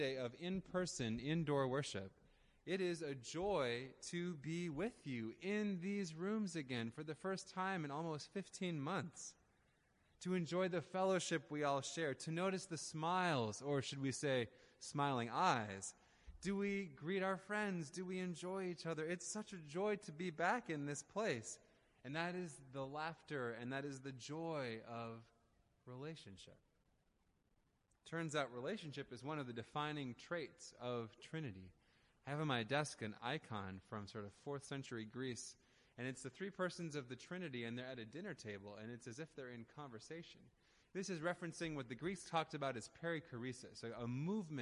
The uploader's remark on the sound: Audio recording of the sermon in Ellis Hall